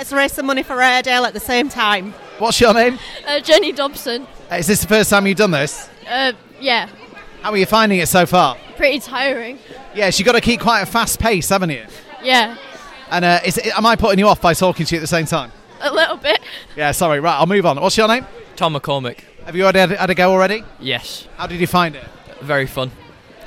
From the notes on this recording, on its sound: Highlights from our outside broadcast at the Airedale Hospital Charity's CPR-a-thon, held at Morrisons in Skipton on Saturday 17th February 2024.